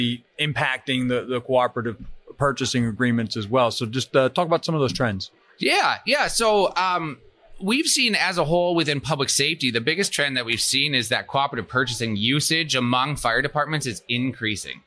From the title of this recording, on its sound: Live at FDIC